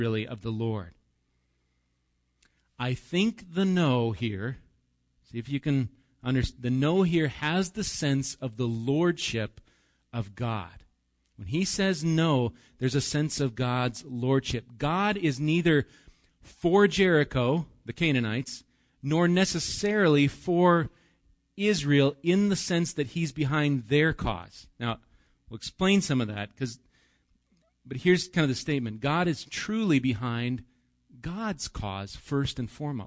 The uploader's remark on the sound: Recorded live at Bethany Bible Church